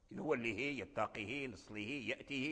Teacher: قال فنظر لأن الضم أثقل من الكسر، والصيلة أوتي بها لإبراز الهاء المكسور، لأن الكسر خفيف والهاء مهموس ضعيف، فأوتي بالصيلة ليتقوى هذا الهاء